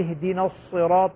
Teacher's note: تفخيم الصاد مع أنها مكسورة لكنها مفخمة حتى تظهر أنها صاد وليس سين